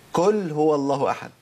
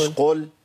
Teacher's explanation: ابدال القاف المضمومه بكاف مضمومه · Shown in: first take